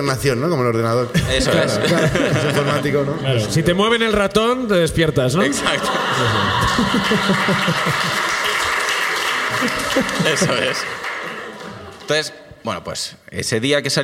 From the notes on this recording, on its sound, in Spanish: El público de Barcelona comparte sus ruinas